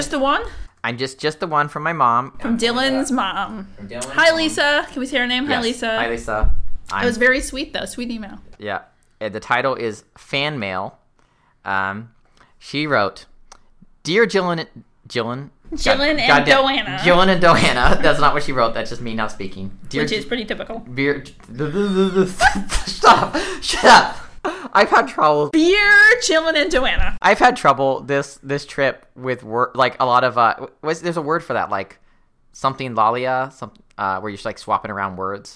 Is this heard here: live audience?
no